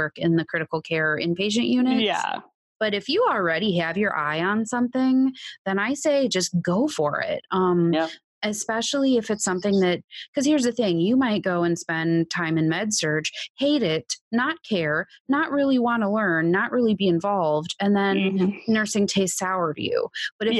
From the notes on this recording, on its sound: Recorded with Zoom Web Conferencing. Edited with Adobe Audition.